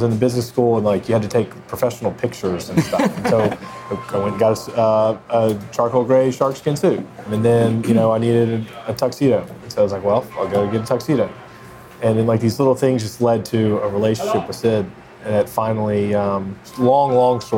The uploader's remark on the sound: We sat down at the Brentwood Country Mart (which was fun but also potentially too busy for the audio; we live and we learn)